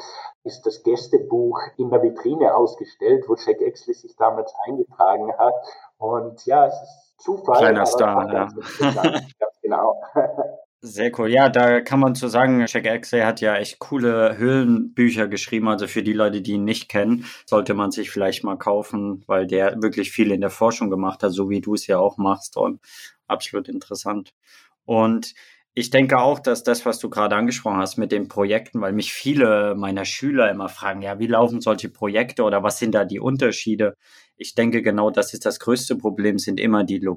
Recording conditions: poor sound quality